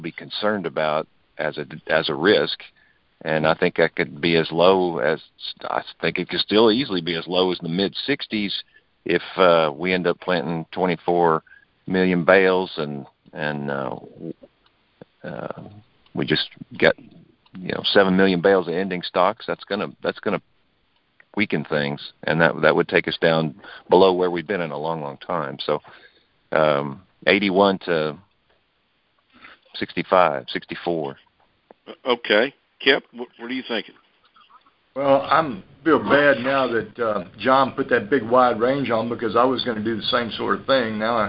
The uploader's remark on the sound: Monthly Conference Call